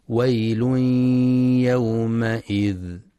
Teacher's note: ينتبه القارئ للإدغام بغنة في تنوين الضم الذي جاء بعده حرف الياء